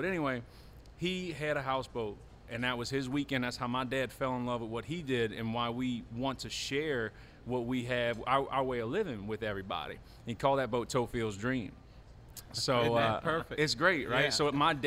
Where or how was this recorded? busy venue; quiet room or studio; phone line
busy venue